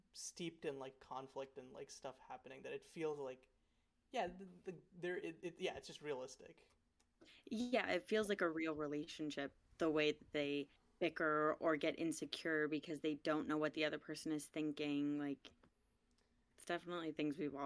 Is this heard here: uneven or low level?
yes